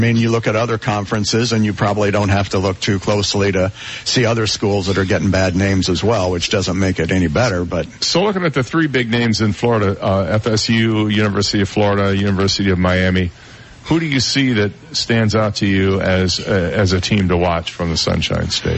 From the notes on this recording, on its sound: Live from Shula's Steakhouse